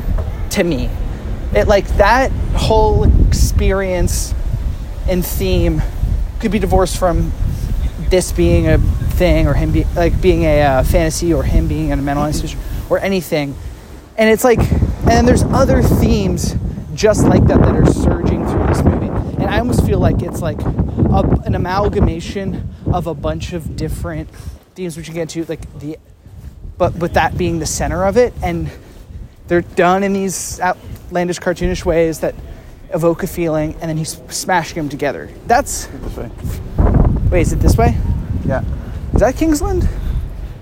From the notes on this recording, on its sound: Audio quality sinks to an all new low as it was a busy and and windy day in the streets of Greenpoint and we recorded on our iPhones and I barely slapped a noise gate on this sucker.